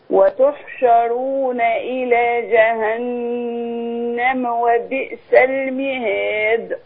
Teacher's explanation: يبقى إلى جهنم، لو هوصل افتح الميم. أي بيني الفتحة.